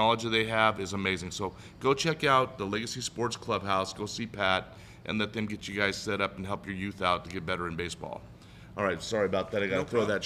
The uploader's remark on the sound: Live from Robo Golf Pro in Las Vegas